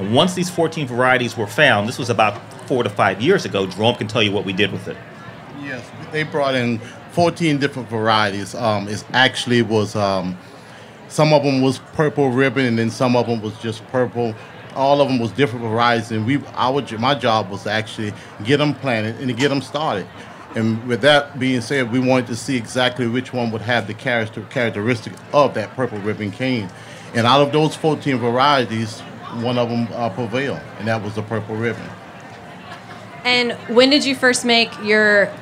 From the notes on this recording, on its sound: This is the first of two panels at the Charleston Wine + Food about the history and current state of South Carolina’s foodways.